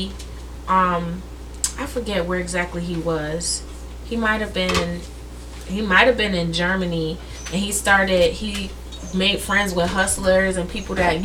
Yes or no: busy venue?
no